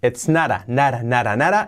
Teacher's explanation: La T de not la hacemos como una resuave por ir entre vocales.